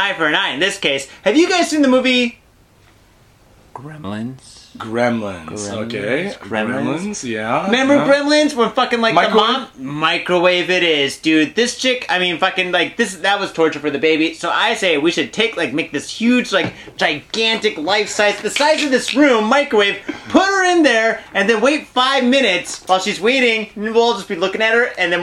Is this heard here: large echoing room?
no